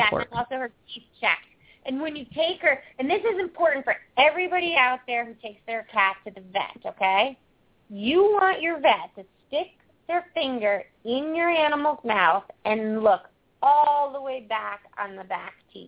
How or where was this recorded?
phone line